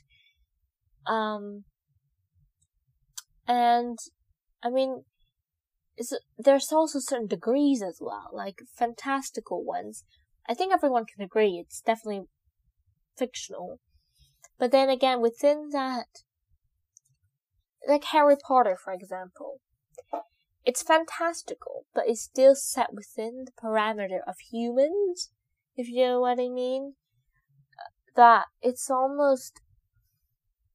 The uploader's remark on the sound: sorry for the audio - I just got a new device to record and I don’t know how to use it properly as of yet